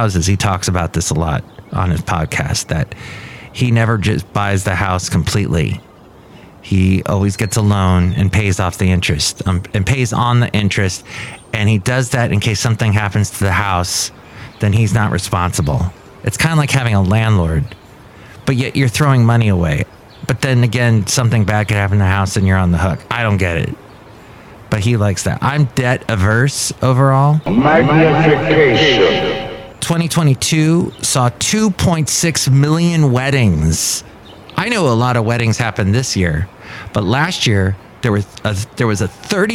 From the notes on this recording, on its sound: podcasts live from Café Anyway